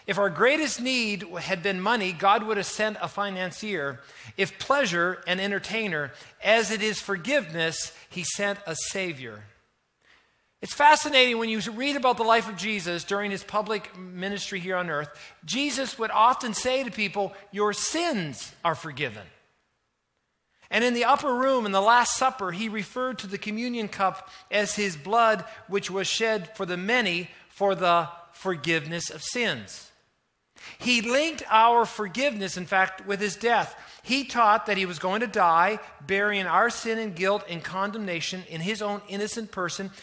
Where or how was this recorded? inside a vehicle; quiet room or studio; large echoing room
large echoing room